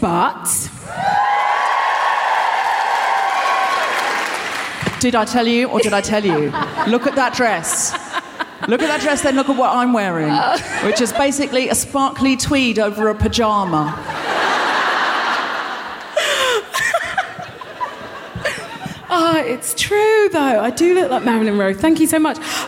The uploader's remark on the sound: Recorded 7 March 2020 at The Royal Festival Hall in London.